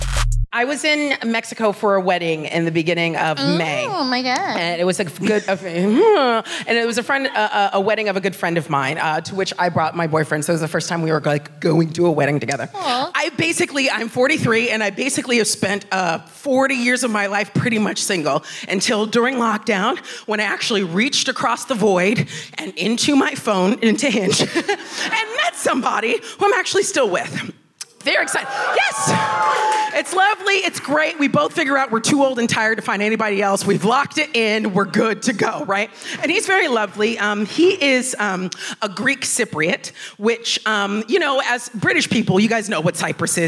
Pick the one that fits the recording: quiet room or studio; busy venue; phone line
busy venue